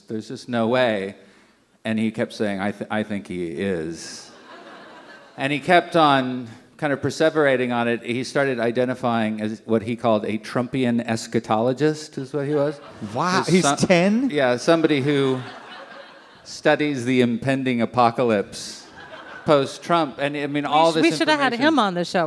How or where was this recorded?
live audience